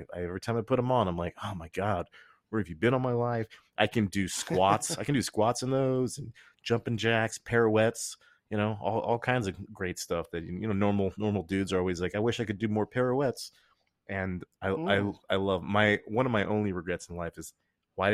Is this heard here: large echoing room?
no